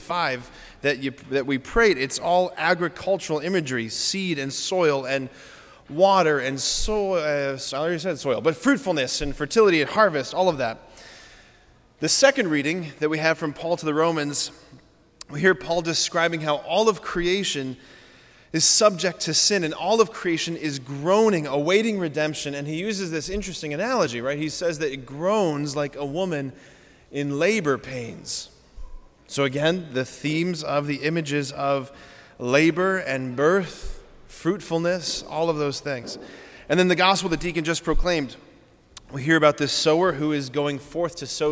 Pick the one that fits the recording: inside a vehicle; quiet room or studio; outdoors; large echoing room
large echoing room